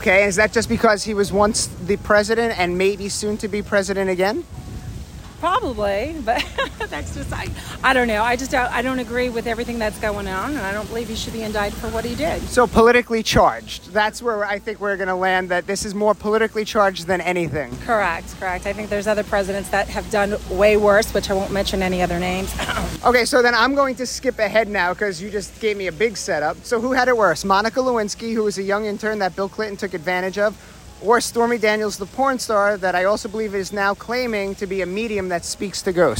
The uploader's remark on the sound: LIVE from The Palm Beach International Boat Show, March 24th 2023. Hear what your peers think as they stroll the boat show!